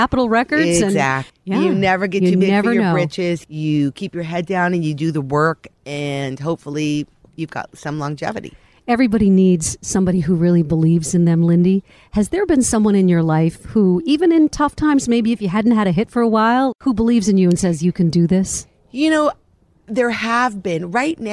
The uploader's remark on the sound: Recorded in her backyard garden